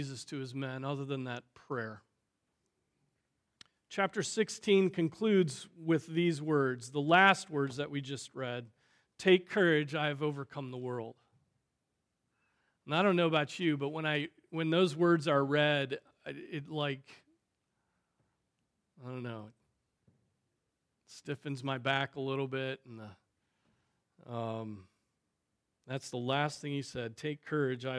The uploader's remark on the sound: Preached on April 23, 2023 at Trinity Presbyterian Church ( Evangel Presbytery ) in Spartanburg, SC.